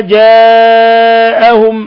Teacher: جاءهم مد متصل لاتصال الهمزة بحرف المد في نفس الكلمة